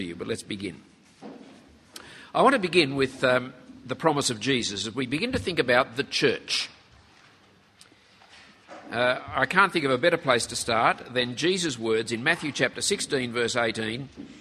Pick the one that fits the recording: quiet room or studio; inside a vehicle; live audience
live audience